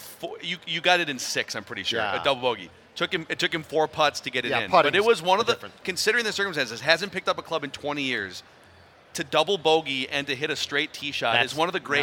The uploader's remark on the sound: Live from the Minnesota Golf Show! Live and in-person from the Minnesota Golf Show.